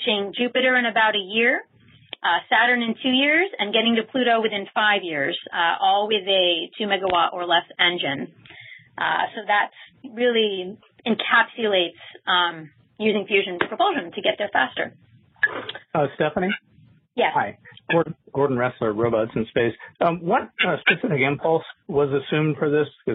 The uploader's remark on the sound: This talk was featured on the May 29 Future In-Space Operations weekly teleconference